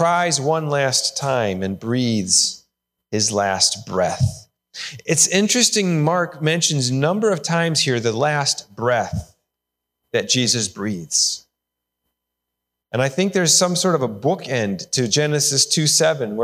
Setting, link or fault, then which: setting, large echoing room